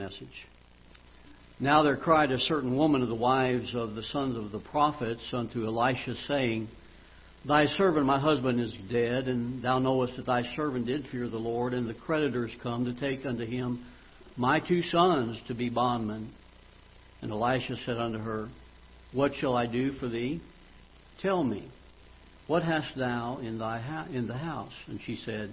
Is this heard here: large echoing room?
yes